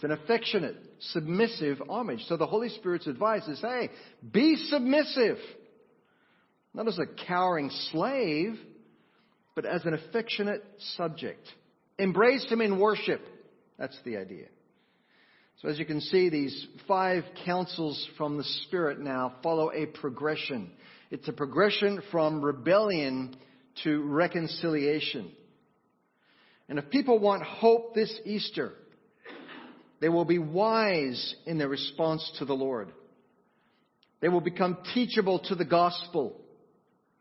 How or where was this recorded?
large echoing room